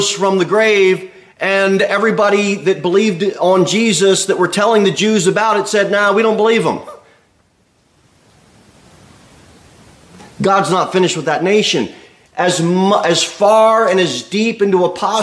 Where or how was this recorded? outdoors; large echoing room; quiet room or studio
large echoing room